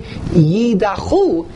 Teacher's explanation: The emphasis should be on the end of the word, not on the beginning of the word · Term: milera